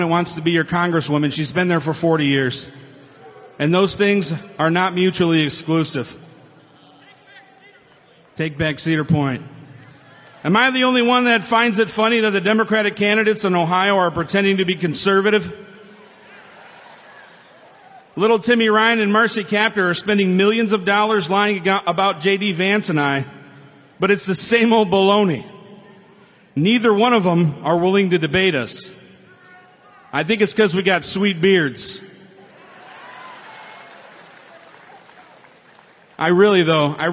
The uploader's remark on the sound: Rally Speeches - Youngstown Ohio, 9/17/22